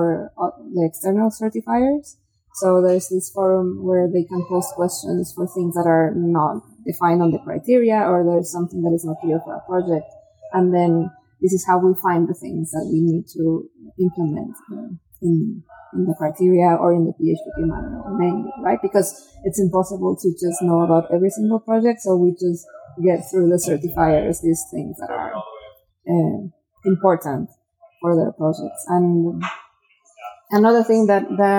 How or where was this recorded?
busy venue